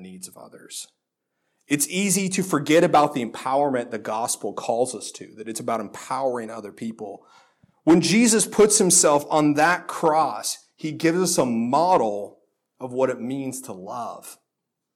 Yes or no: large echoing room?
yes